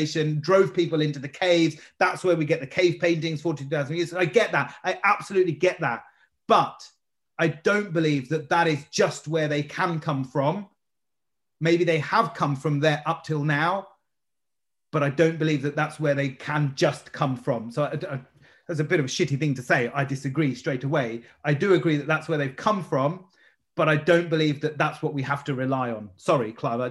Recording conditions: video call